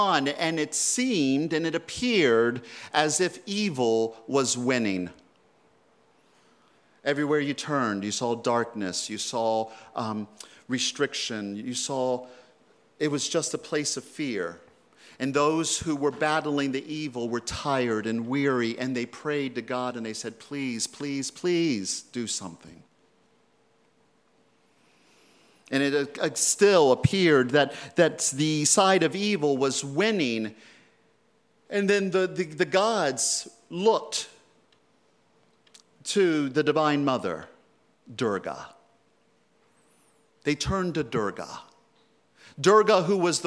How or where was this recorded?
large echoing room